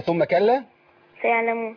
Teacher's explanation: ما تقفلش النون بالضغط شفتين عشان ما تبقاش ميم معايا